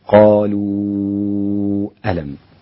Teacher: يتعين عليك أن تقرأ بالتوسط في هذا المد أربع حركات